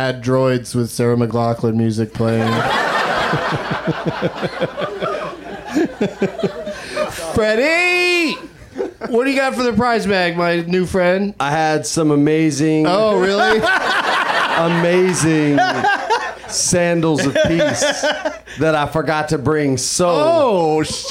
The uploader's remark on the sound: Live from the UCB Franklin